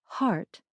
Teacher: The English omit the R sound in places where most Americans pronounce it, so heart sounds closer to hot, and instead of the typical American pronunciation of bath, they say something more like bath.